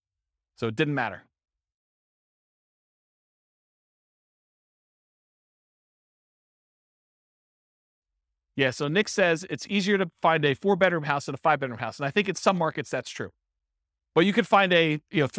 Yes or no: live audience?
yes